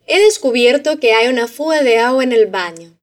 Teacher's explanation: No olvides unir el sonido de la N con el de la E